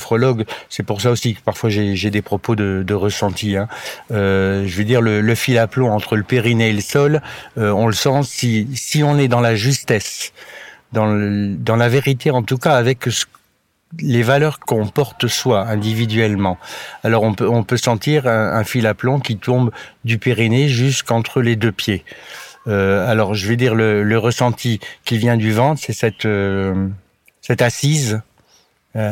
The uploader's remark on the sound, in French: L'épisode a été enregistré en extérieur, pardonnez-moi les petits bruits parasites.